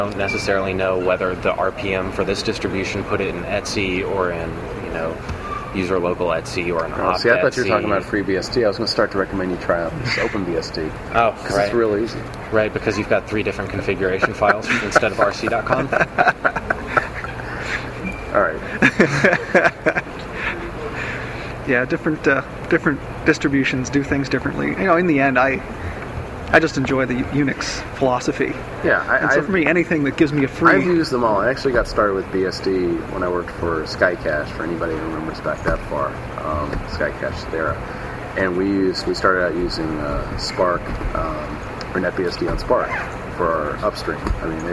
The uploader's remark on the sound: At the LinuxWorld Expo in Boston.